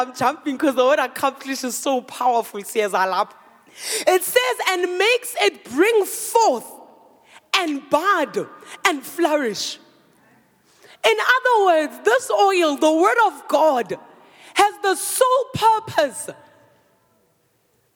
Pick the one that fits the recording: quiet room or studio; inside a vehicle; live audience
live audience